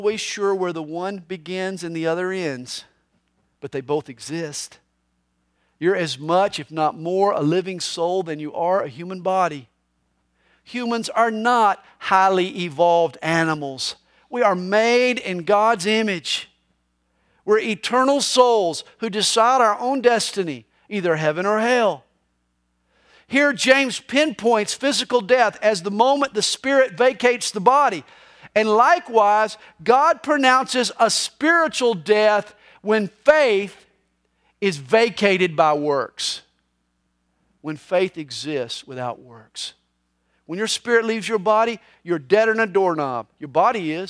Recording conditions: large echoing room